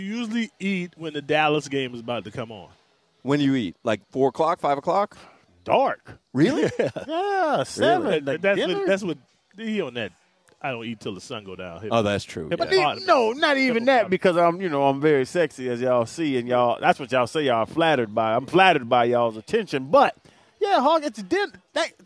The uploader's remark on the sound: joins the show live from Twin Peaks